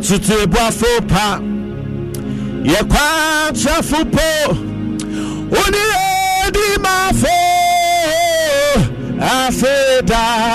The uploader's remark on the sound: Live worship &prayers